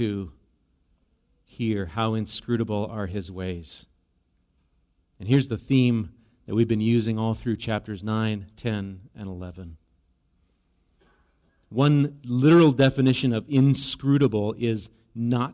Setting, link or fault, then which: setting, large echoing room